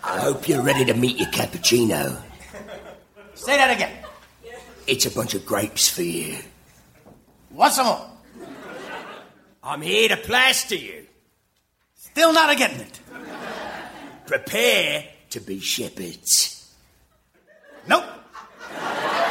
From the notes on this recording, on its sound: Recorded Live 10/13/2012 at Largo, Los Angeles.